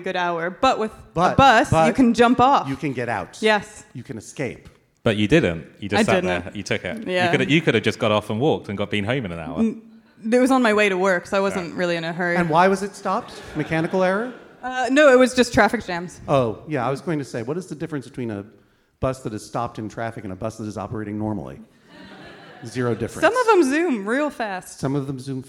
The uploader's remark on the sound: This week's episode was recorded LIVE from the London Podcast Festival!